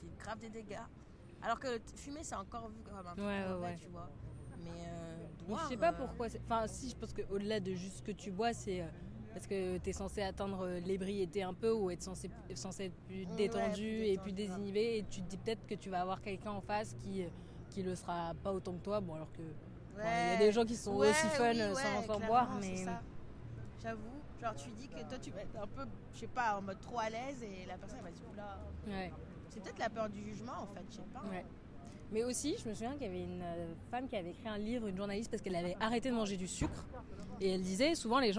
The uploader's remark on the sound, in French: On s'est ensuite posées sur le Canal Saint-Martin pour goûter tout ça et enregistrer nos ressentis en direct.